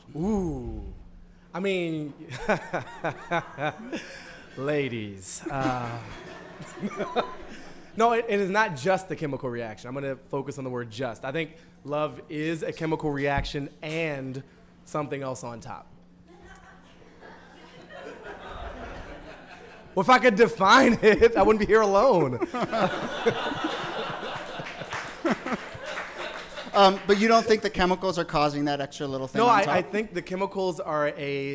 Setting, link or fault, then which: setting, live audience